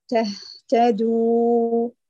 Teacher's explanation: المد الطبيعي لا تقولي تدو، هي حركتان لا أكثر، طالما أنه لا يوجد سبب للمد هنا.